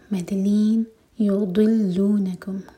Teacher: ضاد ہے، زبان کی سائڈ سے پڑھیں گے، زبان کی ٹپ سے نہیں. یضلونکم، کم کی ضمیر سے پہلے نون پر زور.